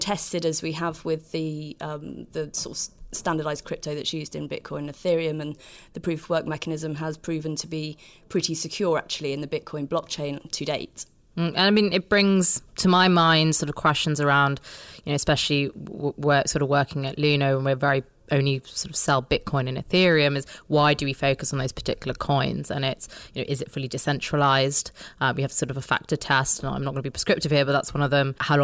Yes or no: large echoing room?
no